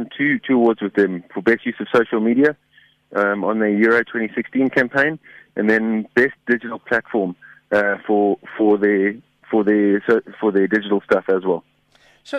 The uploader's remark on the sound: GUEST (Phone)